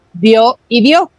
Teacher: Entonces, en ese caso voy a tener un diptongo, es decir, en bio, que tengo la vocal débil, que es la I, y la vocal fuerte, que es la O, y pronuncio con más fuerza la O, pues se van a quedar juntas en ese diptongo.